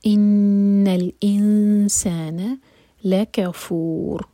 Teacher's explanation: seconds کا ٹائم اس کو جلدی نہ پڑھیں ان الانسان لکفور فو چار حرکہ لمبا اور را ساکن کو ہیوی پڑھا جائے گا